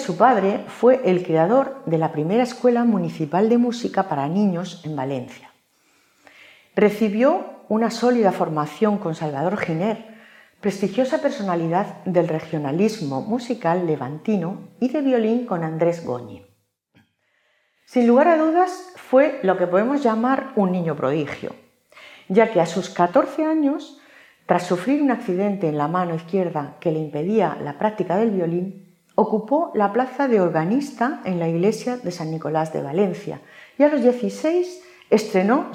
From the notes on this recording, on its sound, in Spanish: Hoy, dentro del Ciclo de Conferencias que el Teatro de la Zarzuela programa en colaboración con la Asociación Amigos de la Ópera de Madrid. La conferencia fue grabada en el Teatro de la Zarzuela en mayo de 2022.